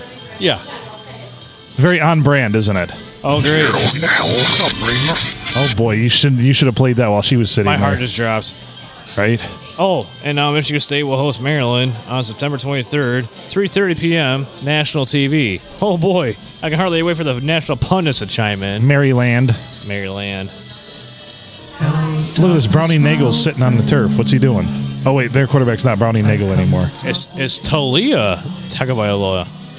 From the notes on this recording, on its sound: Recorded at the Blue in lovely Port Sanilac on a Monday night